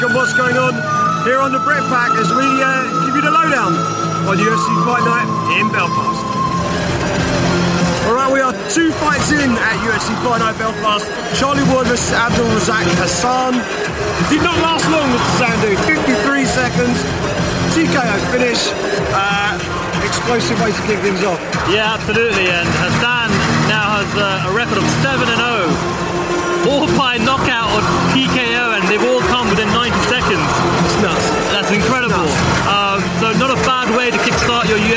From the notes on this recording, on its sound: record this week's show live from Octagonside at UFC Fight Night: Mousasi v Hall 2 in Belfast, Northern Ireland